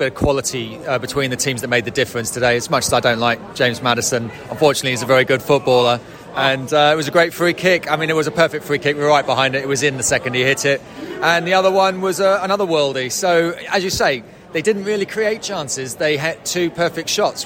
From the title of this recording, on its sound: post-match podcast from the pub